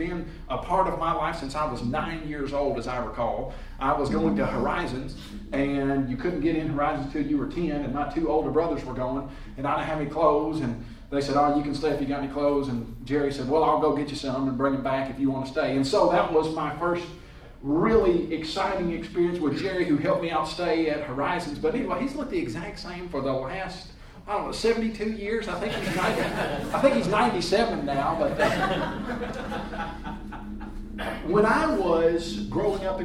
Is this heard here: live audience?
yes